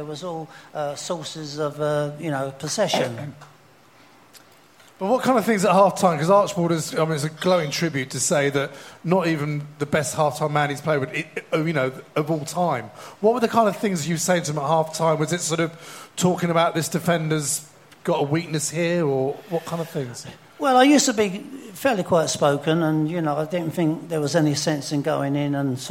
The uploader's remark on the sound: The eighth live show